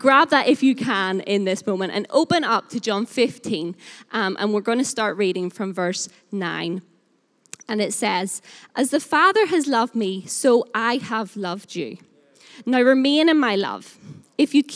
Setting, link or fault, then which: setting, live audience